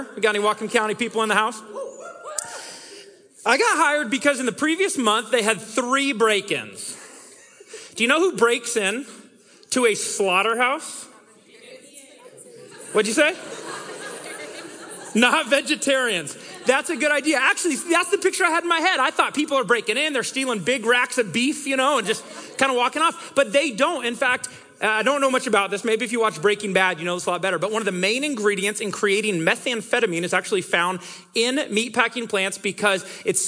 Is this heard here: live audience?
yes